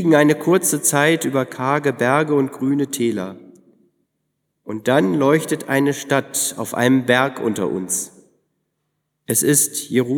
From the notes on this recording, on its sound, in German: im Tauferinnerungsgottesdienst in der Martin-Luther-Kirche